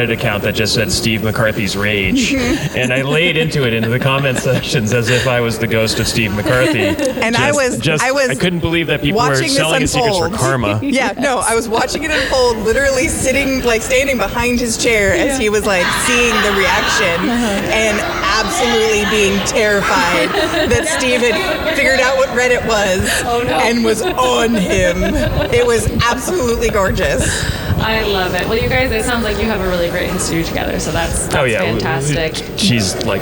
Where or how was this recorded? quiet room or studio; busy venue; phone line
busy venue